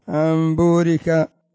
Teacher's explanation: غفور الرحيم، غفور الرحيم، مباشرة. والإقلاب تنقلب النون الساكنة والتنوين إلى ماذا؟ إلى ميم